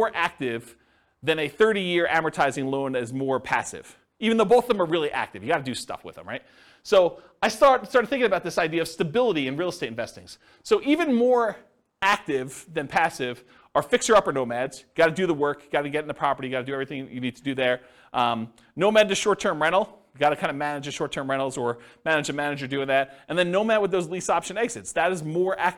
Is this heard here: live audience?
yes